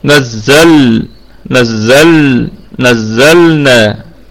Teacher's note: واللام فيها صفة البينية، ما ننساش اللام دي ساكنة، نراعي فيها صفة البينية بين الشدة والرخاوة